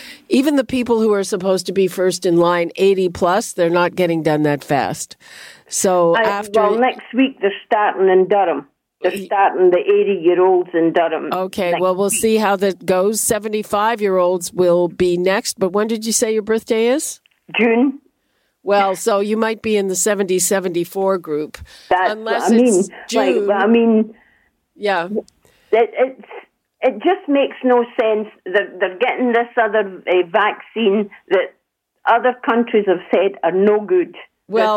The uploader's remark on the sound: Listeners call